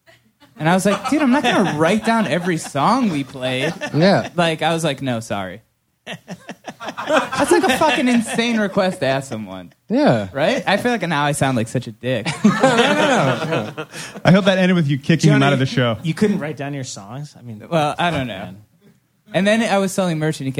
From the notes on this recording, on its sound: Recorded live at Union Hall, Brooklyn. 2 live performances!